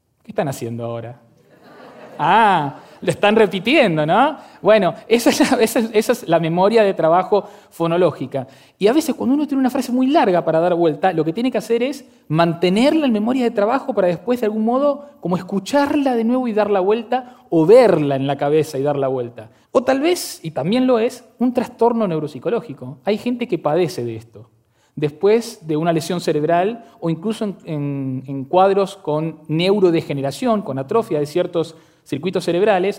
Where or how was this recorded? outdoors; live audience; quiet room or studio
live audience